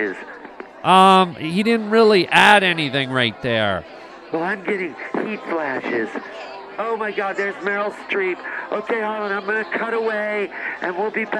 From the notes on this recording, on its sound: reports live from the Oscars